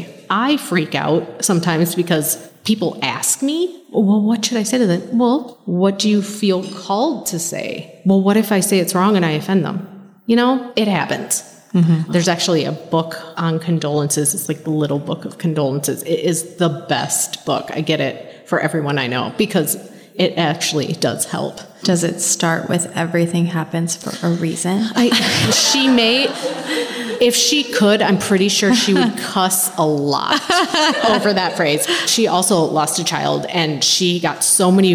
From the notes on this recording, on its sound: This is a very exciting episode as it is our very first live episode recorded at our annual gala!